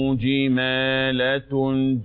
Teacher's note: أقول جمالة هكذا مفيش ألف بعد اللام. جمالة عند الوقف أقول جمالة هكذا مرة ثانية.